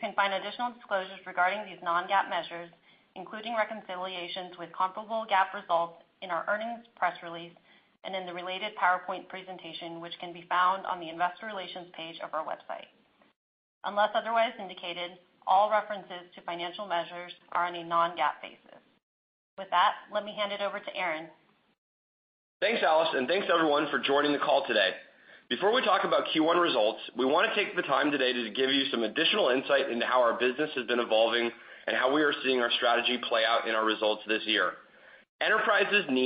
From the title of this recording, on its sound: Box (BOX) Q1 2020 Earnings Call